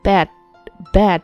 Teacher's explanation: 这个 bad time 里面的 d 这个音其实它是可以失去爆破的，也就是，呃，把你的口型做到位，但是这个音不要爆破出来。那么发到 d 的时候，你的舌尖一样是要顶住上唇，但是呢，不要把这个 d 发出来。bad，bad，就是这种感觉。badtime，badtime。再来看下一个单词，everything。everything 这个单词它难就难在最后的 thing，thing。I N G 它是后鼻音，所以呢，发这个音的时候，你的软腭要下垂。嗯，嗯，如果你不知道什么是软腭下垂，你可以尝试着在这个 thing 后面加一个小小的 k， thingk， thingk。但是这个 k，你不要把它 k